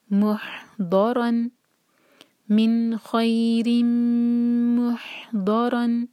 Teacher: हा पर झटका नहीं आना चाहिए और हा हलक से पढ़ेंगे